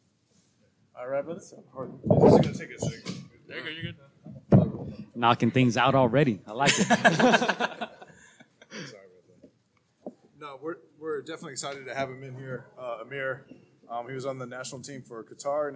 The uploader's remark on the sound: LIVE from Jackrabbit Boxing gym in Long Beach, CA